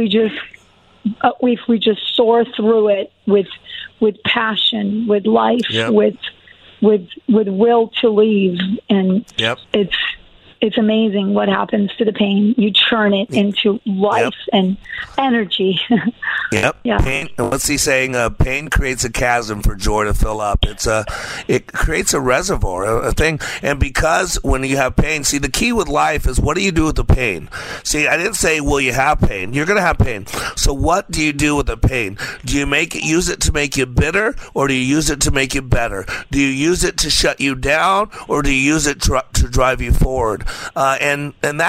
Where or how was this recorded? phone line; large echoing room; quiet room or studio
phone line